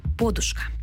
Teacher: Річ у тім, що у словниках, виданих до 30-х років 20-го століття, широко зафіксовано наголос на префіксі – подушка. З таким наголосом слово подає словник Грінченка, також правописний словник Голоскевича і російсько-український академічний словник Кримського і Єфремова.